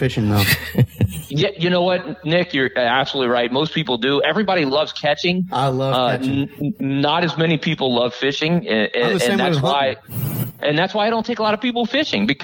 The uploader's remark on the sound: three telephone interviews